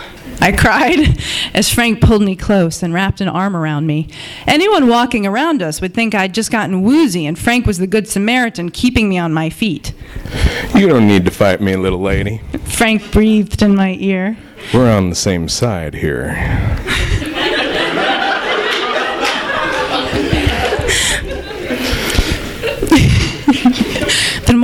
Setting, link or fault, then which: setting, live audience